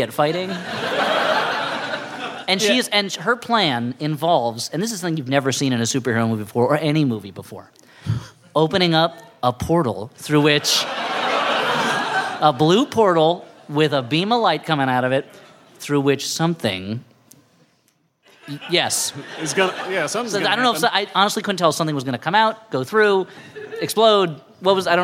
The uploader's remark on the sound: We reach way back into the Flop House vault to bring you a live show from the winter.